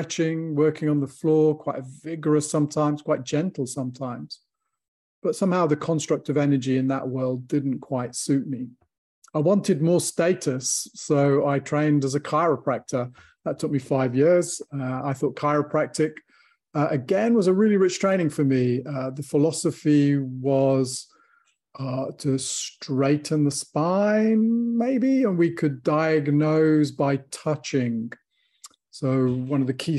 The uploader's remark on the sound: From the archives, audio from webinar